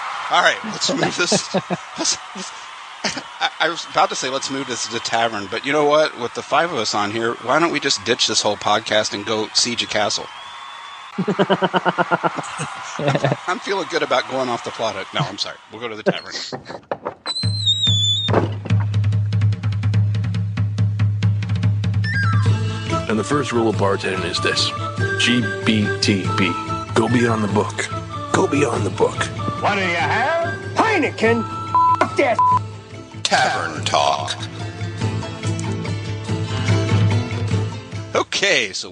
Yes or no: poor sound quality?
no